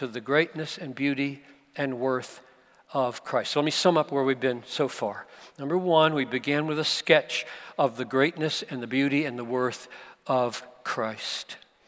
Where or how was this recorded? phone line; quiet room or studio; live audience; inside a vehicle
live audience